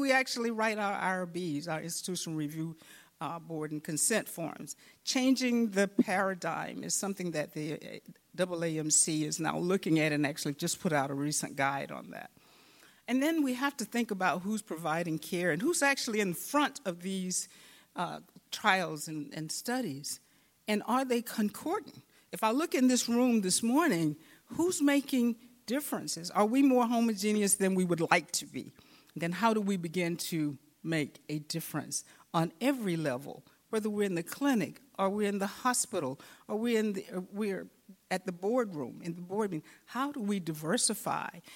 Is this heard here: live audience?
yes